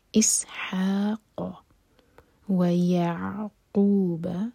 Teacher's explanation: عین ساکن پر جھٹکا نہ ہو